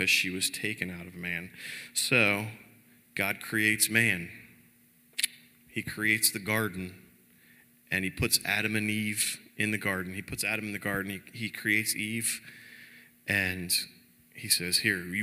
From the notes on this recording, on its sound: Cornerstone Fellowship Sunday morning service, streamed live from Wormleysburg, PA.